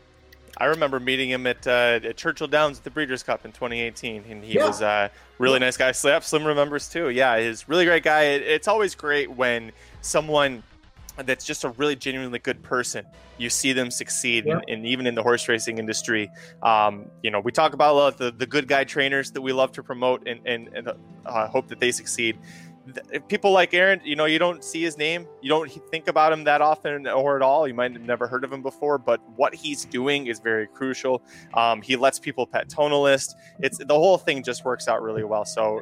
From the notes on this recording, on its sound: LIVE from Lexington for the 37th annual Breeders’ Cup World Championships at Keeneland